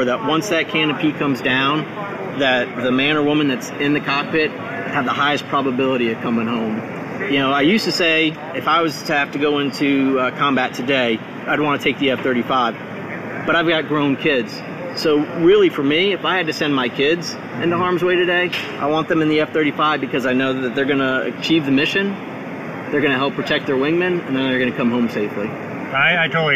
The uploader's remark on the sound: The audio isn't fantastic because it was recorded inside the factory.